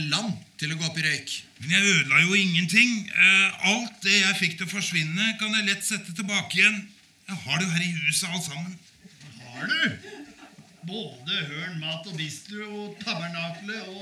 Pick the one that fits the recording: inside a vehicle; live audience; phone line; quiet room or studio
live audience